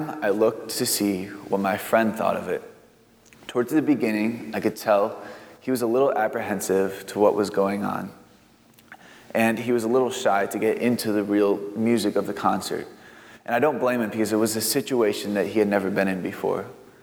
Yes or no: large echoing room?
yes